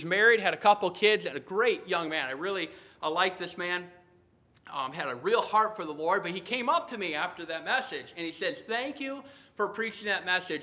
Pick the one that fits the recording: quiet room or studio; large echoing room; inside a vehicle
large echoing room